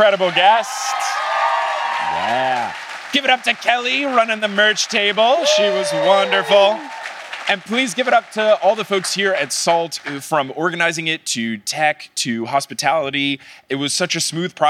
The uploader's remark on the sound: Live in Oslo, Norway.